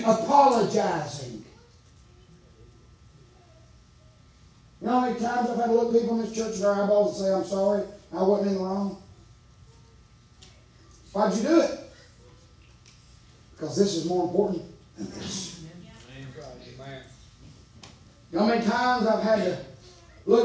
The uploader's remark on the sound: preaching live from Still Water Baptist Church